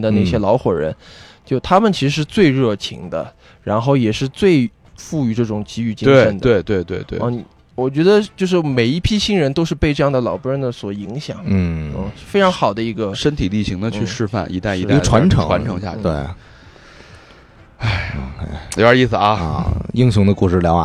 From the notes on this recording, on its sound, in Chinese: 我们用 8 天的时间在内华达沙漠黑岩城完成本期火人节节目的录制